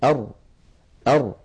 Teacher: لا ضد لها أيضا صفة انفردت بها الراء وهي صفة التكرار التكرار يا إخوة هو ارتعاد طرف اللسان ارتعادا خفيا